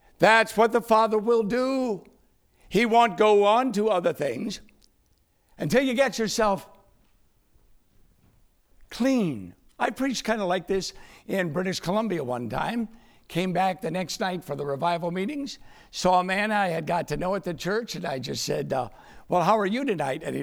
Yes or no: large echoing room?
yes